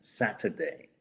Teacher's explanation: Y tenemos ahí otra vez ese mismo ejemplo con el miércoles, que hay letras que existen pero que no se pronuncian, ¿no? Así que podríamos decir que lo podemos pronunciar sin la R, como Saturday, ¿eh?